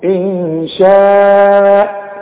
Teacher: نون ساكنة بعدها شين، والشين من حروف الإخفاء، يبقى هغني هنا